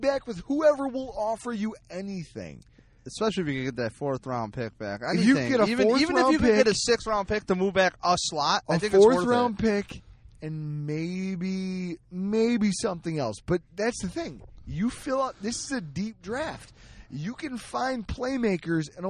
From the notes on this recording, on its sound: We rolled out the mobile unit and laid down a quick episdoe in the van. In the parking lot at Batavia Downs.